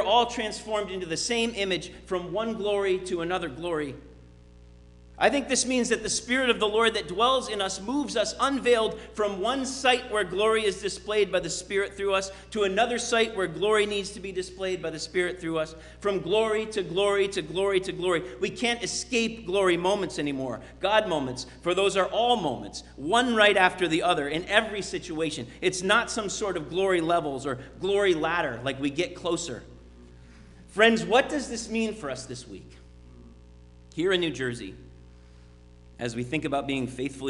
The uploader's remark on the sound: Sermon preached at RCHP